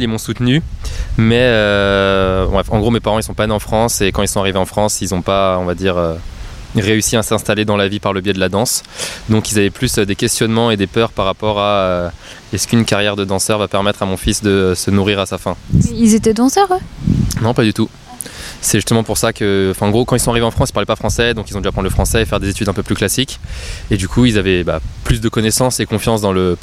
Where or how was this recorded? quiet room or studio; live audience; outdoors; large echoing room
outdoors